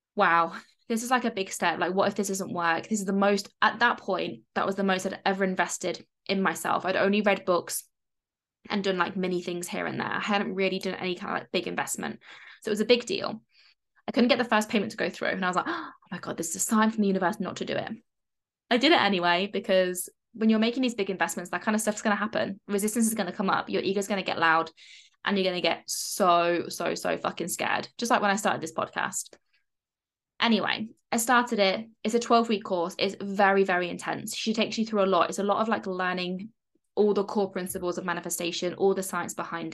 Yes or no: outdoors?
no